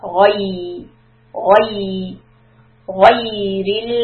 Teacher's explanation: For غين فتحة، back of the tongue goes up, غا and يا it comes down.